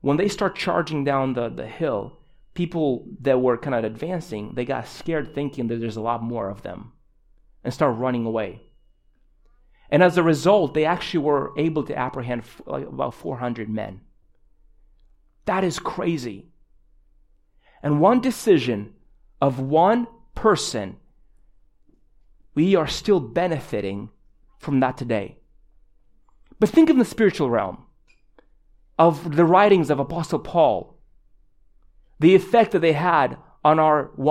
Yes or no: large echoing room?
yes